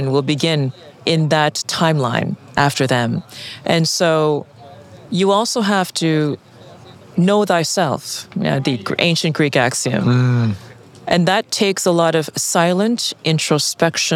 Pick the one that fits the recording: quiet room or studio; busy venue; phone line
busy venue